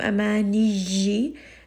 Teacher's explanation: this is going to be ya with a shadda. Again, we are not reading it as a jim.